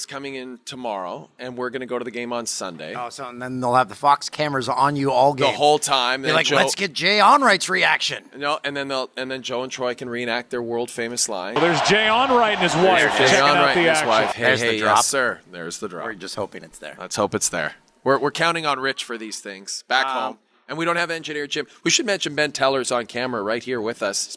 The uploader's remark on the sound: LIVE(ish) from Super Bowl LI